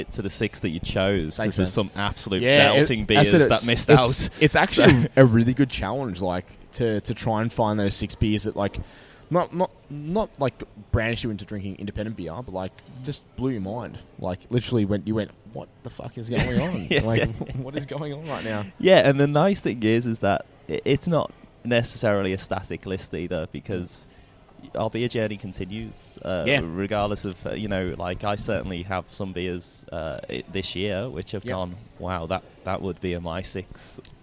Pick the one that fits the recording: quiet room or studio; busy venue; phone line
busy venue